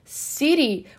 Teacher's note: City, como se fosse um R e não um T.